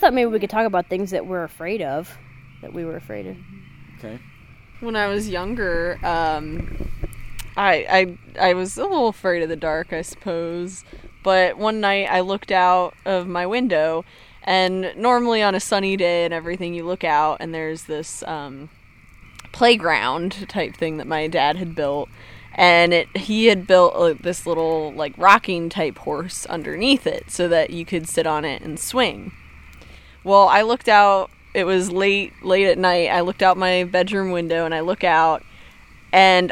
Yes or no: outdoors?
yes